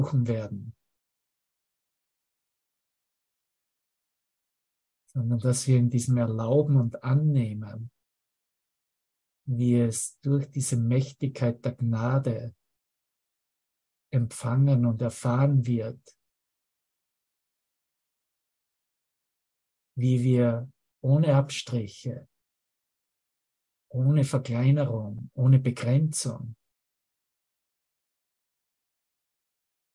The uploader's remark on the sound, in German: Zoom-Session. Veranstaltet von der Aleph Akademie.